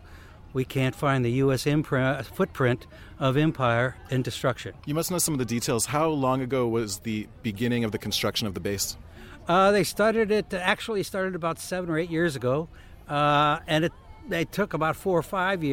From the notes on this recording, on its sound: Anti-naval base protest in Gangjeong Village. Live music from Gangjeong's Peace Market held last June outside the base construction site.